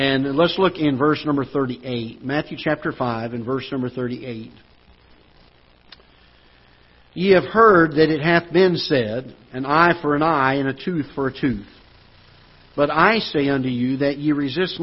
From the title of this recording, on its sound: Ketha Heights Baptist Church ~ Live Broadcast